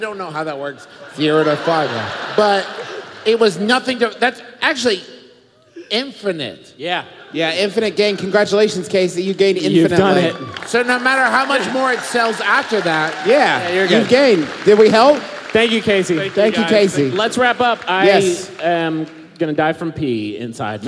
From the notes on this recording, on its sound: Once again we are coming to you pre-recorded LIVE from beautiful Washington D.C.!